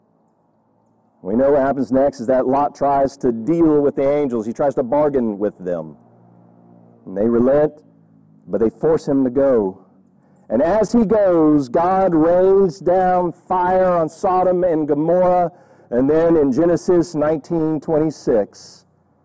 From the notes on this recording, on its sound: Audio is not great from outside recording. Mint Hill Baptist Church.